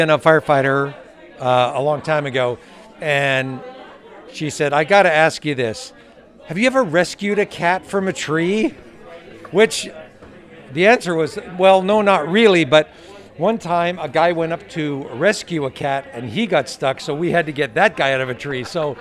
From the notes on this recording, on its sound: We’re still hanging out backstage at the 2022 Moisture Festival chatting with the performers and people that make the festival happen!